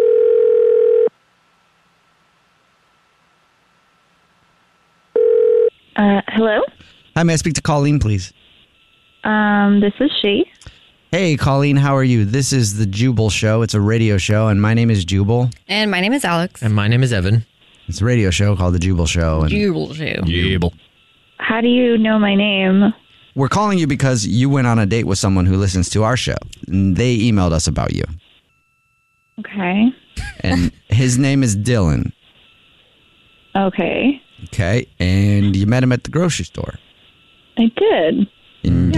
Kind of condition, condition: link, phone line